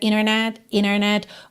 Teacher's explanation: Assim como internet vira internet, internet, ou seja, quando a gente tem N, o T e uma vogal, muitas vezes esse T some e a gente usa o N para ligar direto na vogal